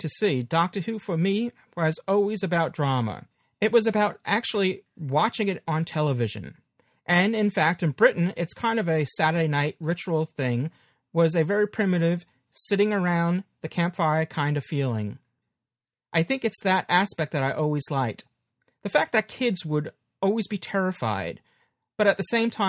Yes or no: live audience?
no